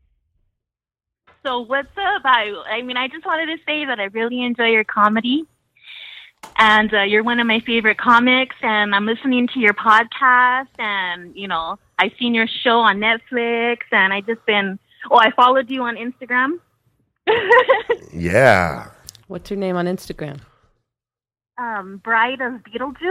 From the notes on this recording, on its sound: We're back doing our first call-in show in a long time. We take your calls for over an hour.